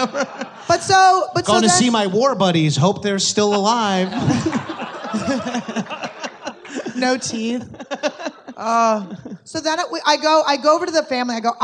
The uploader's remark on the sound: LIVE at Just For Laughs